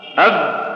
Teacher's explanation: بينما قلت أب صار ما جرى النفس، فاختلف المخرج واختلفت الصفة.